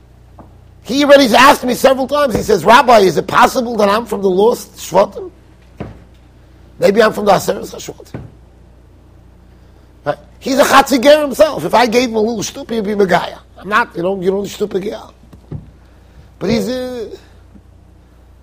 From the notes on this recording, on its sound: Shiur recorded in Yeshivas Ohr Reuven, Monsey NY.